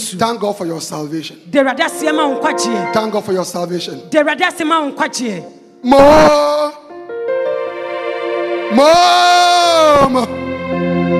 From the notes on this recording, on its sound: Preached at The Life Cathedral